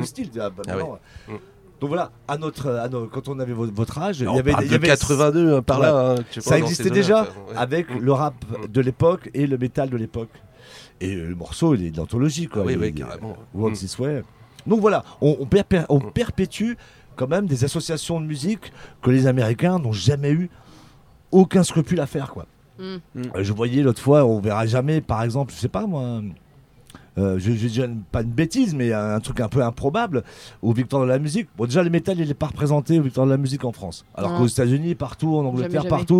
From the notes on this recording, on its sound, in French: Interview dans la Mystery Machine de Radio Pulse. Sur le festival des Bichoiseries.